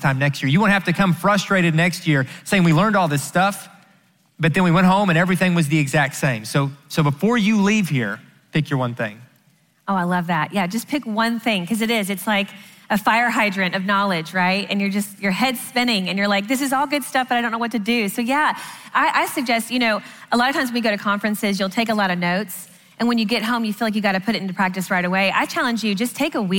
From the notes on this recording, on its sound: answer questions live at the XO Conference 2019